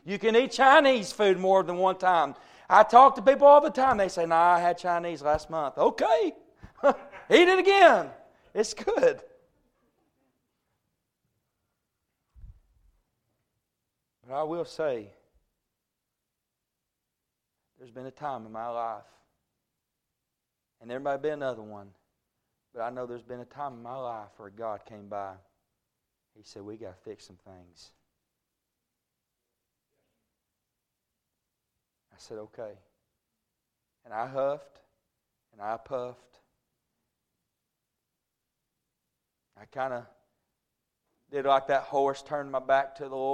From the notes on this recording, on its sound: A message preached at Crossroads Baptist Church